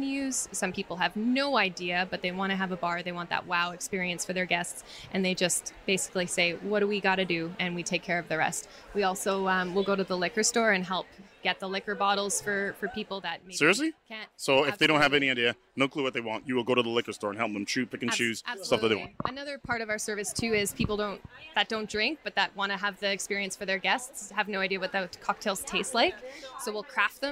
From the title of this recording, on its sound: Visits The Nomad Box Bar at Fibre Fest!